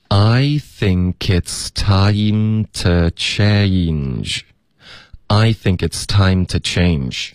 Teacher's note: 这个 to 我们弱读为 t